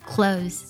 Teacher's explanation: Did you at least bring my clothes?这句话当中呢可以听得到 clothes 衣服呢，它呢将词尾读作了 z 的音